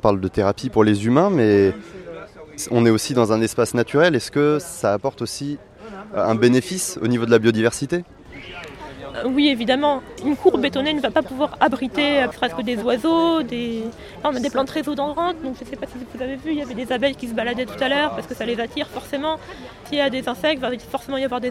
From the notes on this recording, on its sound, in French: Visite d'un jardin thérapeutique. C'est au coeur de cette installation que je l'interroge. Cet épisode a été enregistré au cours du salon Jardins, Jardin, organisé chaque année le premier weekend de juin.